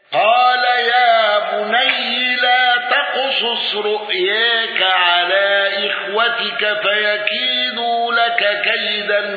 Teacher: الأزرق بالإشباع والنقل وتقليل الياء